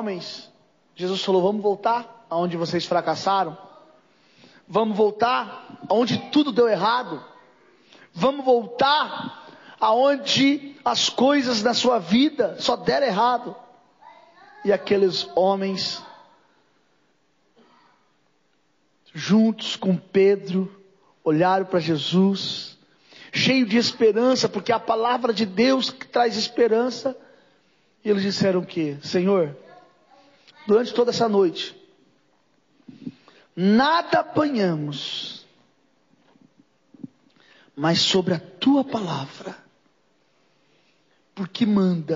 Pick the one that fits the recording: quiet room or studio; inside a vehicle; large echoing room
large echoing room